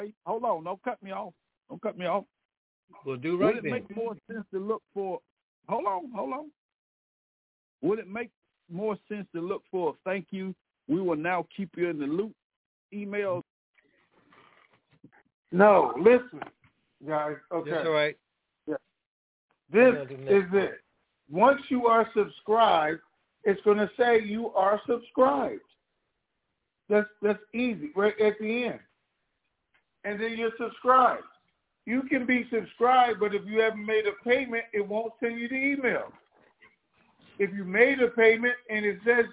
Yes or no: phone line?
yes